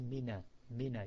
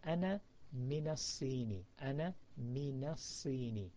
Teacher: So with min, if there is a sukoon after it, like alif lam, the, then min becomes mina, mina. You put a fatha on top of the nun.